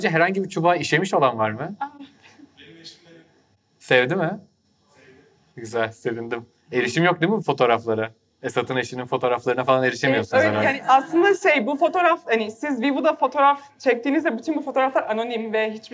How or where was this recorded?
busy venue